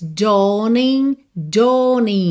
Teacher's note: Atenção a esse AW para você não fazer ao, tá? É dawning, on, ok?